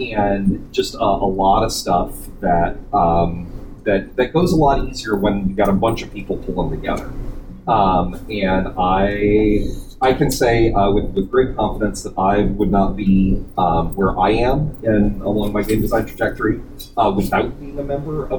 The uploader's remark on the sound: Recorded at Metatopia 2023